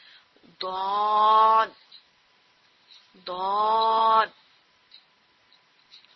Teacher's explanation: آپ کی جو سائڈ ہے وہ بھی پچھلی سائڈ، ناٹ سامنے کی سائڈ، جو آپ کی زبان کی پچھلی سائڈ ہے وہ آپ کے داڑھوں پہ، ٹھیک ہے، آپ کے داڑھوں پہ لگتی ہے · Term: ضاد